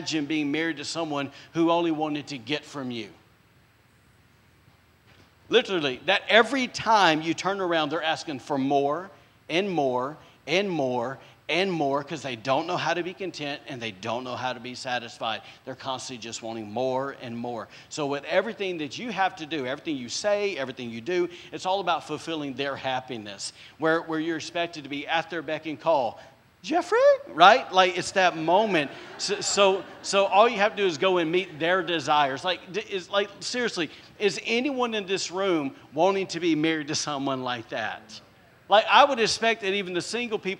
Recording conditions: large echoing room